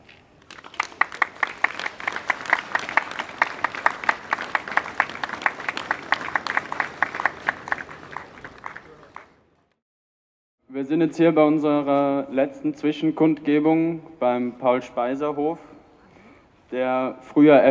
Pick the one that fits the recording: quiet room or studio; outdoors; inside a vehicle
outdoors